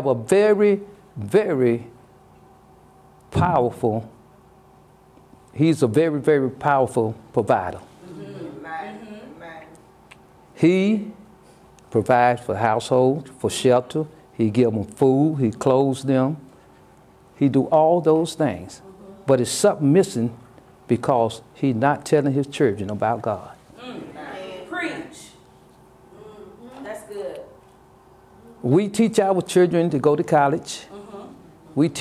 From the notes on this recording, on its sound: Sermon preached from Wesley AME Zion Church.